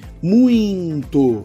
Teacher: Esse muito, ao entregar a oralidade para o to, ele vem com um nível de nasalização. Então, muito nunca teve um N fantasma.